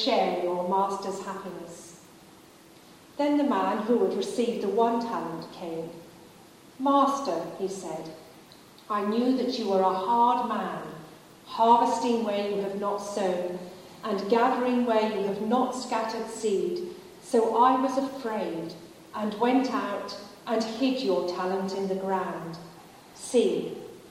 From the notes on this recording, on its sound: Delivered to the 8am service at Highfield Church Southampton.